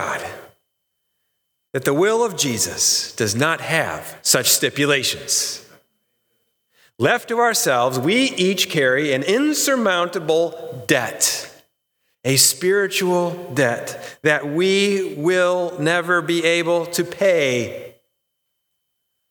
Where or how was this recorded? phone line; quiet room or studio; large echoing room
large echoing room